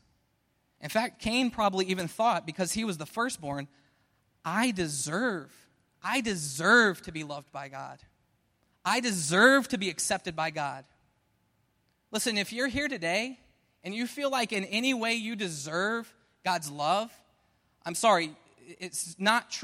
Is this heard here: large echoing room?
yes